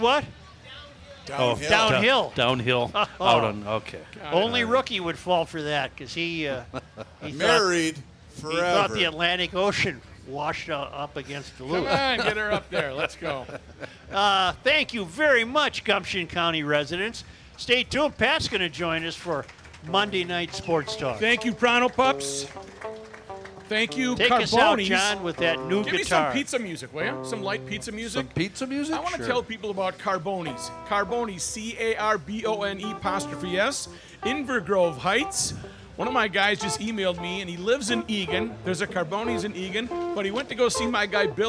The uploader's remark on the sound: Day 3 from the MN State Fair!!